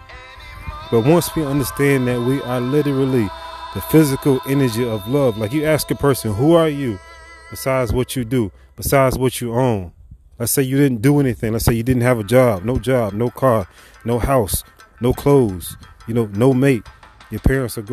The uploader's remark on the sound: I thank you for listening besides the wind (walking on a nature trail at Abacos Gardens). I fumbled over a few of my words (nervousness), and a few other mistakes.